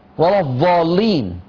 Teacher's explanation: فعند إذا تسرع الطالب وأتى بها من مخرج الدال فيؤدي هذا الدفع، ربما الهواء مضغوط يريد أن يخرج، فيدفع اللسان حتى يتصل بمخرج الظاء فتخرج الضاد كالضاد المشمى بصوت الظاء · Term: الضاد الظائية